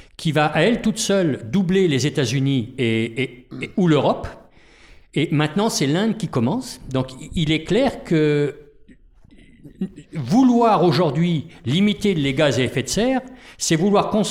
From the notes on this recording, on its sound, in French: Voici la captation d'un "Oxford Debate". À la Maison Notman récemment.